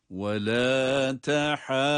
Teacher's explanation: Vad harfine dokununcaya kadar ha'yı uzatarak okuyoruz. · Term: meddi lazım